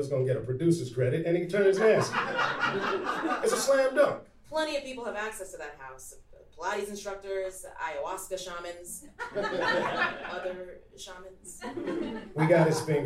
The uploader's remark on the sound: It should be noted that we read this pilot live in Los Angeles at The Lyric Hyperion Theater. That's right, you're going to hear some real laughs!